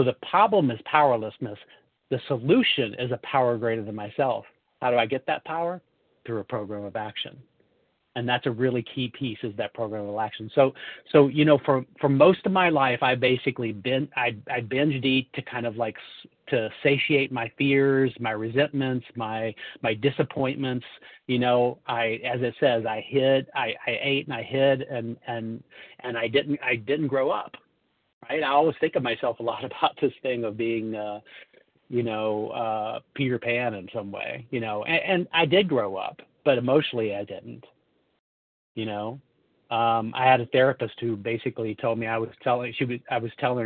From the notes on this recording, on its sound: 100 Pounders Phone Meeting